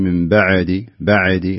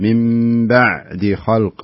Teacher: امسك العين، لا يصير فيها شيء من القلقلة لأن حرف ساكن وليس من حروف القلقلة · Shown in: second take